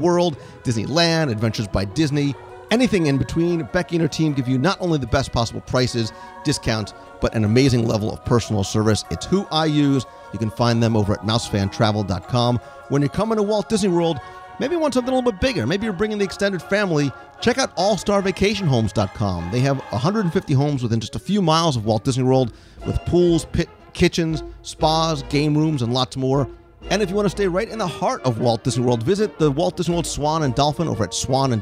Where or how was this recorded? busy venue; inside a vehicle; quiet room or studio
busy venue